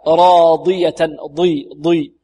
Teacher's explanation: والضاد مكسورة وهي في أقل مراتب التفخيم أو الاستعلاء، راضية ضي ضي، ولابد أن نحافظ على إطباق الضاد هنا، لا نقول راضية راضية ضي ضي، لا ضي ضي ضي، فيها إطباق، فيها استعلاء وفيها إطباق، والإطباق هذا من الصفات القوية كذلك.